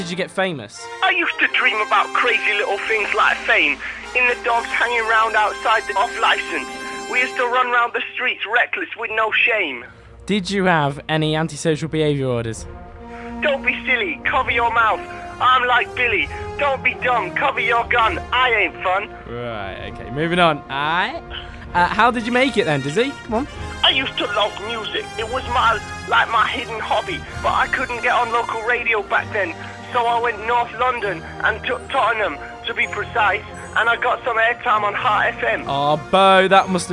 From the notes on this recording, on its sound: Enjoy the phone conversation